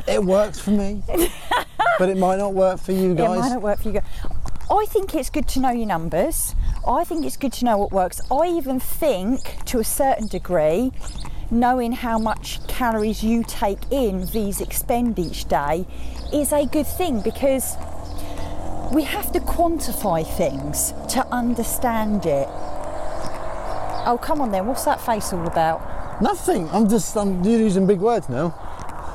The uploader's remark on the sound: walking podcast